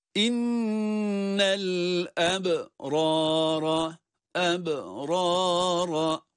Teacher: İnne derken inne ne yaptık? Şeddeli nunu tutarak okuduk.